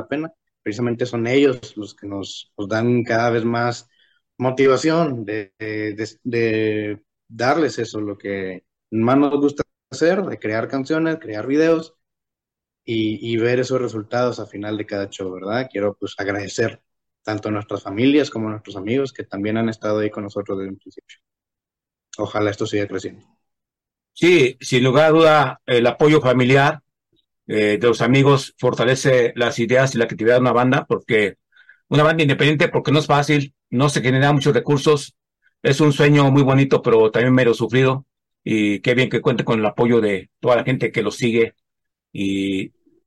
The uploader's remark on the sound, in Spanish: Charlamos via zoom